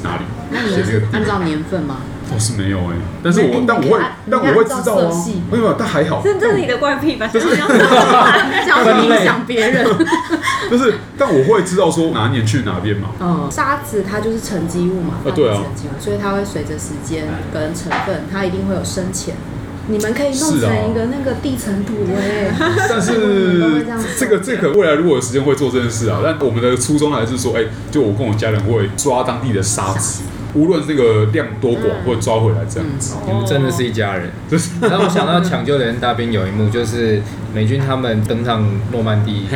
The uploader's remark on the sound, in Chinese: 本集白噪音指數：蚊風級 1/5。錄音地點： Wine Café。